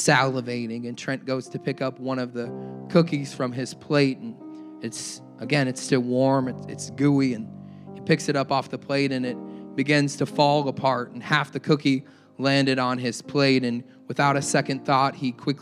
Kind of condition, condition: setting, large echoing room